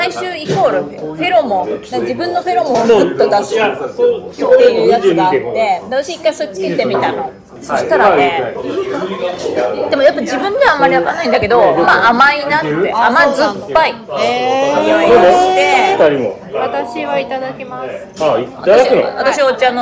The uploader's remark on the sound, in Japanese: ハロウィン前夜、渋谷は人が少なくてお店も静かめでした。とはいえ飲み屋の収録なので騒がしいです。